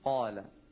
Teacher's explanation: الألف مفخمة، لما؟ لأنها وقعت بعد حرف مفخم